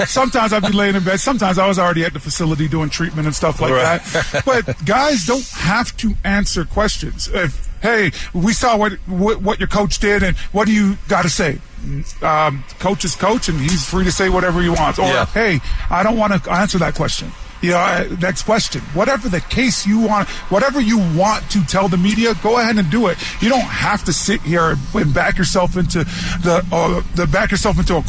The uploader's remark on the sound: live from Training Camp